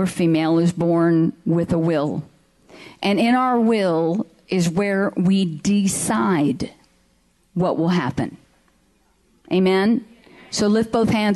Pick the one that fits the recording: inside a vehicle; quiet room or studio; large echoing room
large echoing room